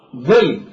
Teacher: فهاي النون تنقلب إلى ميم، فنقول بالنطق ذنب، لا نقول ذنب، النون لا ننطقها.